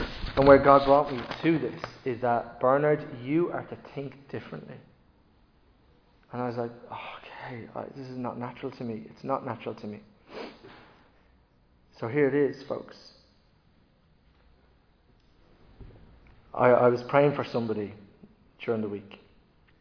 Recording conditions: large echoing room